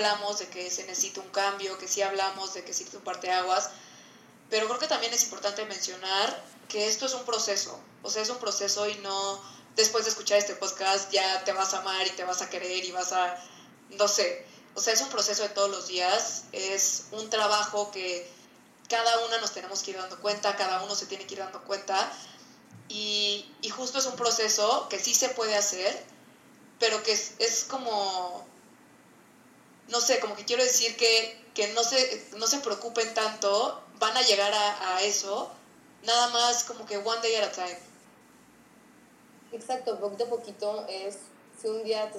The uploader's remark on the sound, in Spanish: Este episodio tiene una calidad de audio menor a lo que nos hubiera gustado